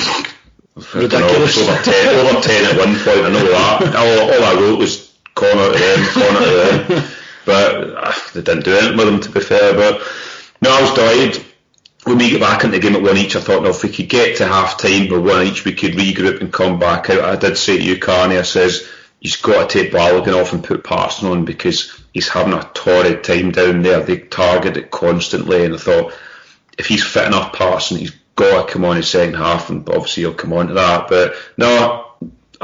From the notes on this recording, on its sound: Sorry about the recording quality